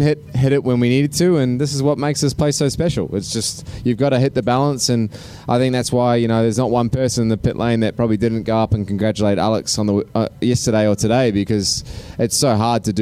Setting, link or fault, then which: setting, busy venue